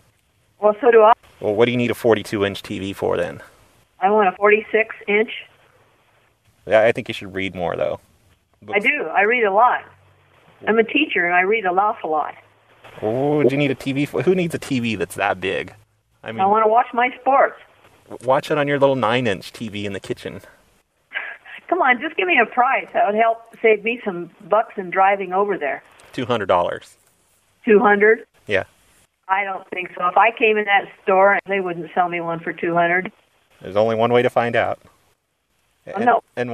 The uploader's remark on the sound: Prank Phone Calls